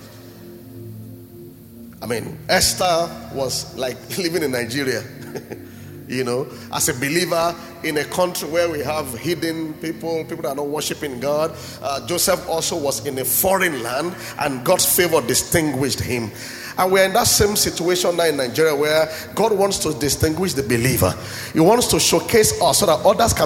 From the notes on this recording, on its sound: At Gracemade Christian Center's first-ever Grace Conference, celebrating the church's 5th Anniversary.